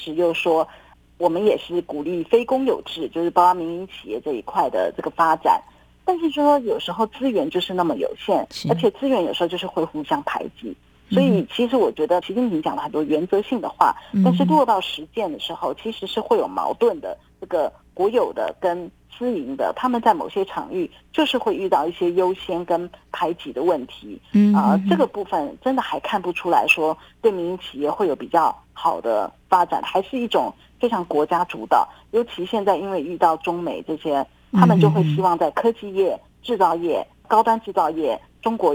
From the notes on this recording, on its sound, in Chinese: 連線訪問中央社駐上海記者